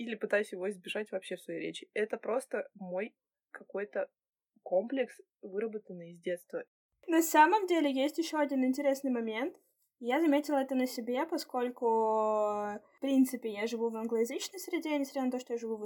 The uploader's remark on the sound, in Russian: записывала в неблагоприятных условиях, поэтому просим прощения за звук